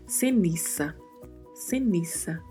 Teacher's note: A particularidade de pronúncia que encontramos aí exatamente nessa letra Z, a letra Z. Em espanhol não temos som de Z. Então, por mais que estamos vendo aí na palavra a letra Z, vamos pronunciar com som de S.